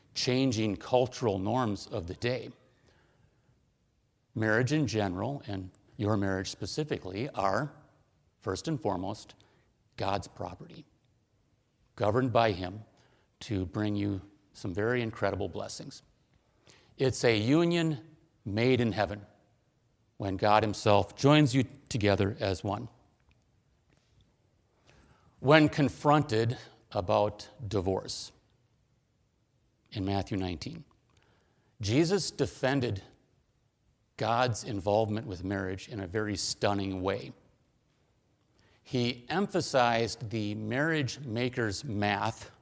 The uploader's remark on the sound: Preached at: Berea Lutheran Church, Inver Grove Heights, MN